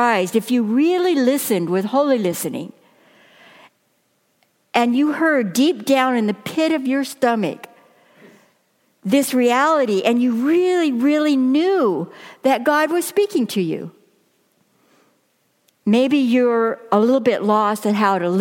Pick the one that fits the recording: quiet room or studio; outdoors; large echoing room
large echoing room